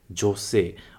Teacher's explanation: Muito importante com essa pronúncia, não prolonga o jo · Term: sem prolongamento